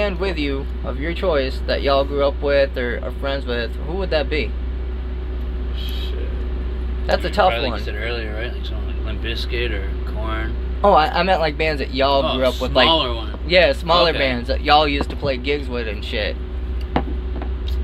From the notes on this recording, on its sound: In their RV at the venue Elevation in Grand Rapids, Michigan. They are on The Still Panicking Tour.